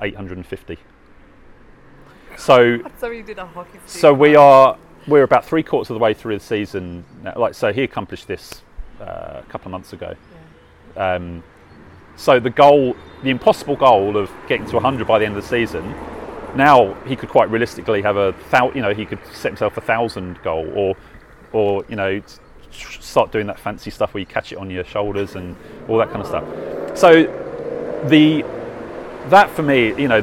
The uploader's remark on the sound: We were in a lovely little cafe called The Little Elephant: in Highett, but because of a microphone issues I had, I had a background mic on and you’ll hear a lot of background cafe noise in the recording, I’ve tried to pull it back as much as possible, but as a result my questions are pretty faint. He comes across loud and clear, exactly as he sounded to me.